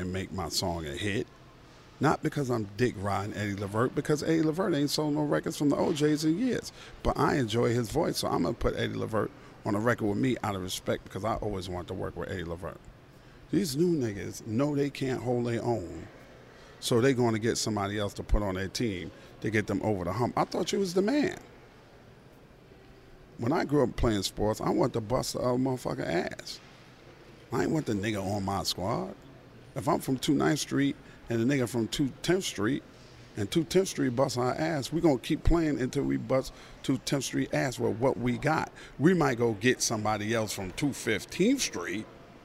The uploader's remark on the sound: Live from LAX. Records from LAX as he's flying back to Atlanta from LA.